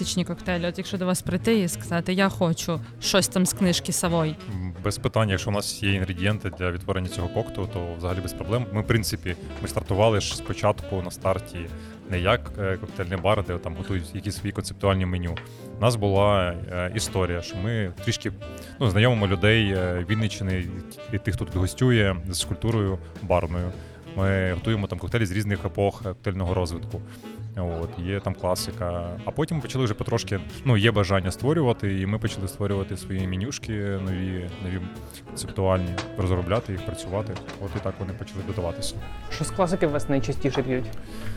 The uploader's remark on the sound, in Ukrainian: Одинадцятий епізод записали у Вінниці в дружньому барі «Полуночники»